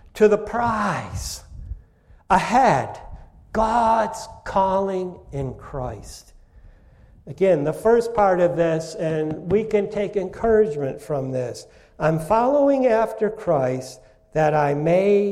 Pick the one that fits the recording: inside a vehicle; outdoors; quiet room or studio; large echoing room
large echoing room